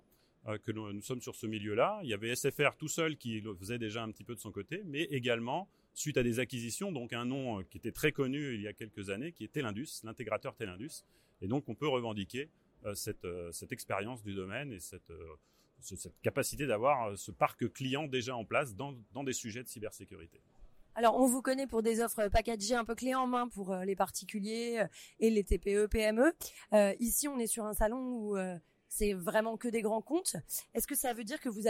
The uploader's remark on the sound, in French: un épisode spécial enregistré aux Assises de la Cybersécurité qui ont eu lieu à Monaco la semaine dernière